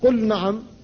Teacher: فاللام ساكنة والنون بعدها محركة وهي مجانسة لها لكن لا ادغام، لا يجوز أن تقول قل نعم بل تقول قل نعم.